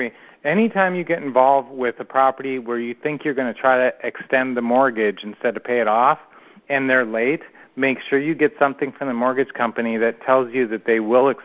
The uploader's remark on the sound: Q&A Call